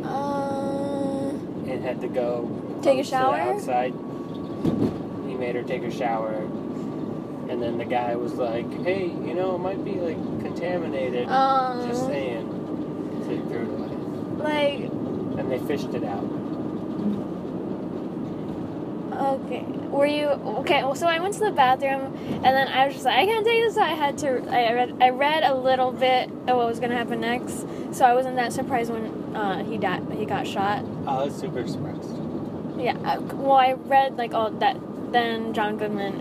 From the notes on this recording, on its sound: If the audio sucks it’s because I recorded it via voice memo on my iPhone.